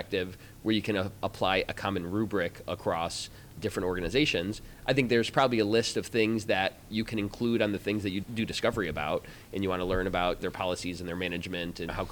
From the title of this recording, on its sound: Live at ECI